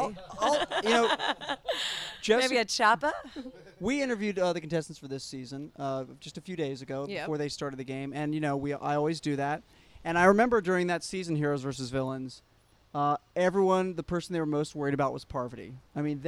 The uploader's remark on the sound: On the set of Survivor: San Juan Del Sur in Nicaragua. Broadcasting on location from the set of Survivor in Nicaragua.